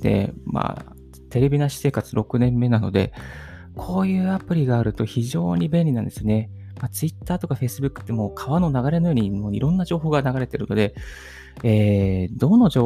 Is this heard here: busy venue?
no